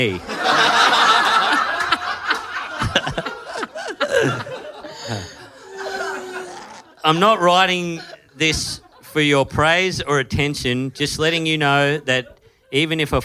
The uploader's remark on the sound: Live in Melbourne! Another killer live ep recorded in Melbourne.